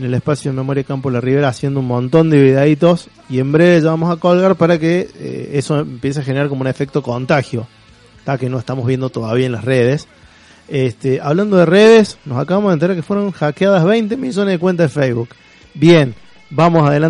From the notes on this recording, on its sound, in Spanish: Nos visita en el piso. Por telefono.